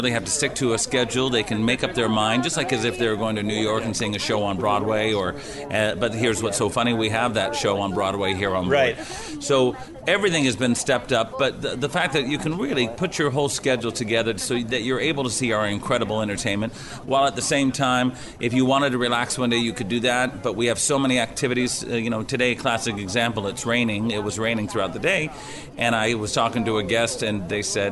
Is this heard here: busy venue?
yes